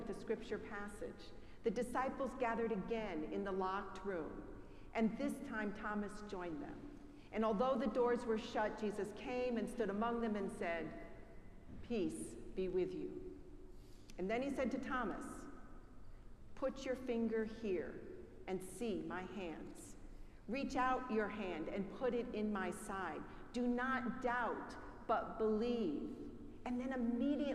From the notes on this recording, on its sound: Preached at our celebration of the Holy Eucharist on the Second Sunday of Easter.